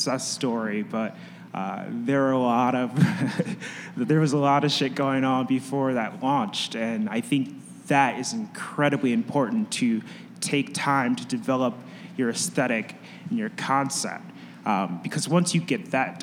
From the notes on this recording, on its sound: In a live panel recorded at Chicago Athletic Association Hotel, four of Chicago's premier creatives share their strategies for creating content that connects.